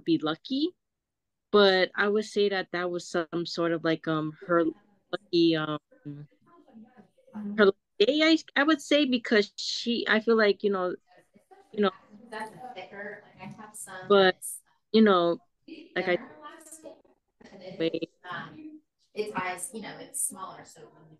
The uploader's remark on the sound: (Apologies for the audio quality)